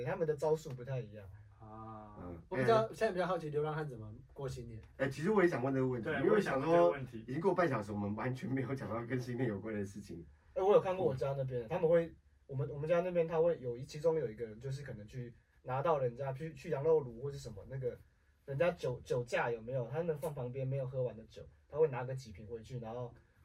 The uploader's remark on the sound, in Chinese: 錄音重大失誤，抱歉！我們忘了按下介面器上的錄音按鍵。